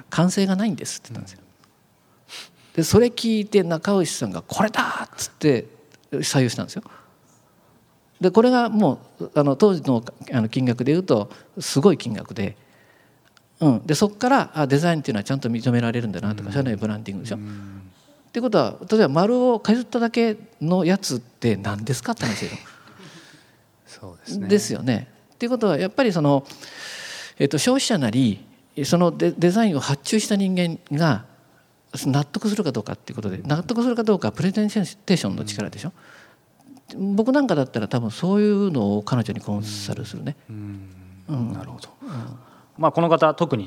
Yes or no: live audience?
yes